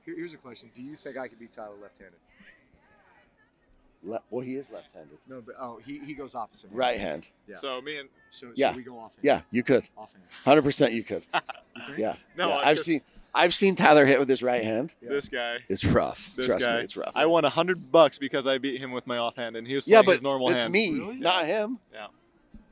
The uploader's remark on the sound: Live From Super Bowl LVIII